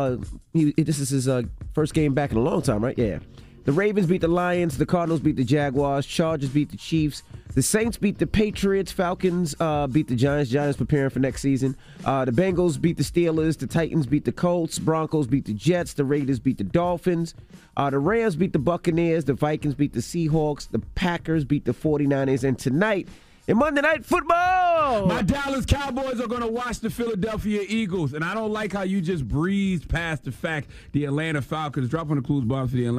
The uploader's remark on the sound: Today on the show we opened up the phone lines to see if any of our listeners have any successful co parenting stories. Afterwards we opened up the phone lines.